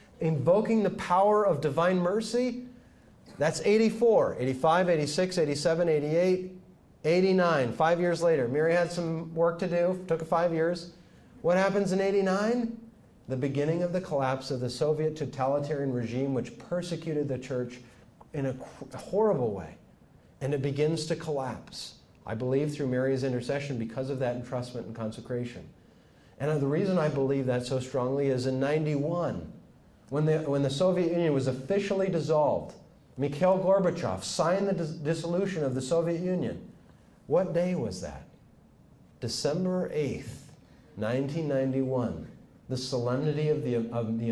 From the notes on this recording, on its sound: speaks to Franciscan University students